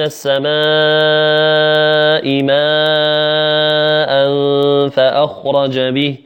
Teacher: هذا المد إذا كان بعده همزة، يعني آ، للتوضيح، آ، حرف الآ، الهمزة، إن كان بعده مباشرة يمد ذلك الحرف أربع حركات، بمعنى السماء الميم وراءها مد، السماء مد طبيعي، ثم بعد هذا المد جاءت الهمزة